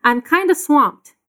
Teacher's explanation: we have a reduction in the pronunciation of kind of. It sounds like kinda.